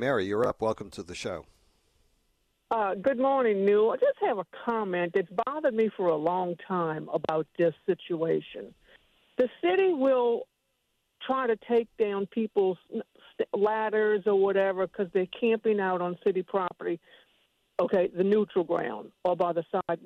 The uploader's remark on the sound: Some of the WWL Listeners call in to share their perspectives.